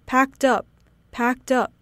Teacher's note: packed 字尾的 D 和 up 字首的 U 必须连音, 所以念起来会像 packed up, packed up.